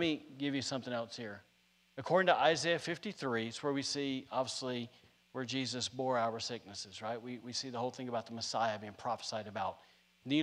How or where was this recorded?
large echoing room